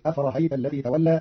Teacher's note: قرأ قالون كلمة أفرأيت بتسهيل الهمزة الثانية بين بين فتصير أفرهيت الذي تولى في لغة بعض العرب.